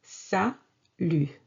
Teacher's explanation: Sa, S-A, sa, and lu, L-U-T. Yes, this T is silent. We don't pronounce it.